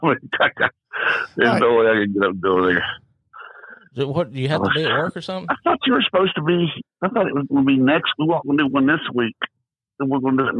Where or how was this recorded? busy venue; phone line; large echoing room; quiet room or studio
phone line